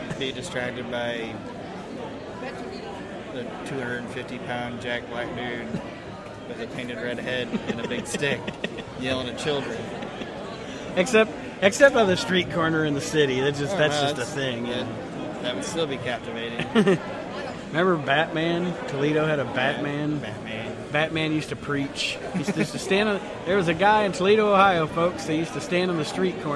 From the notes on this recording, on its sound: This week, we are on location at the Heroes and Legends Wrestling convention in Fort Wayne, Indiana.